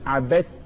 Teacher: اتلغت الدال اتدمجت جوه التاء